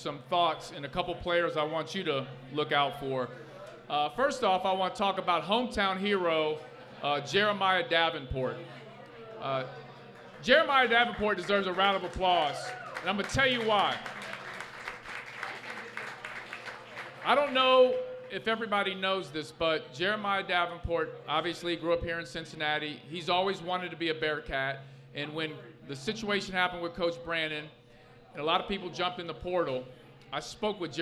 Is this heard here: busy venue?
yes